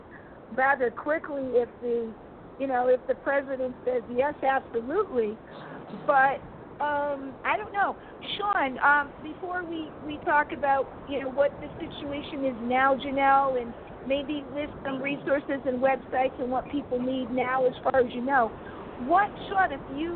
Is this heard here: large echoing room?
no